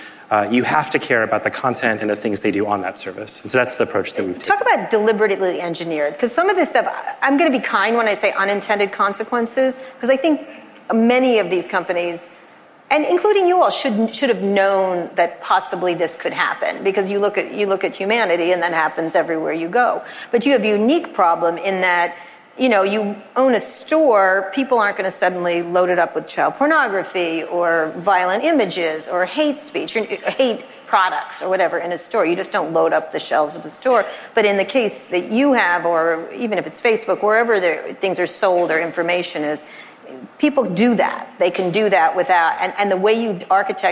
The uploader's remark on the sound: This interview was recorded in front of a live audience at the National Retail Federation's annual conference, the Big Show, in New York City.